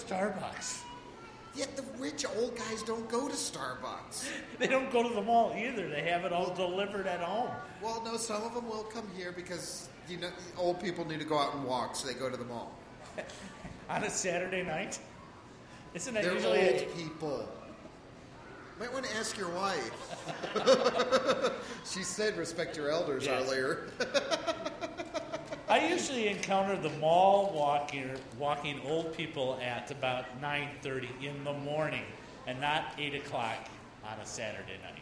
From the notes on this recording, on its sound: I took the IPhone and recorded some of the shopping trip at Woodfield Mall.